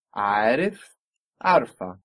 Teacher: when we added on that vowel, ah, we lost that little I